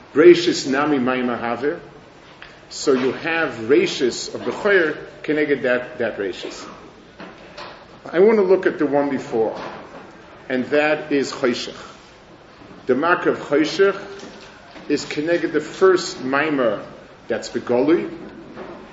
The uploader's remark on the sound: Delivered at the Mir Yerushalayim